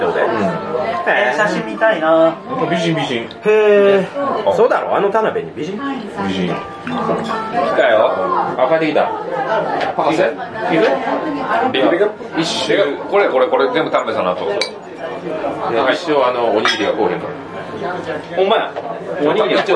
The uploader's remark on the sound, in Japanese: 店内収録のため、騒音雑音が激しく入っております。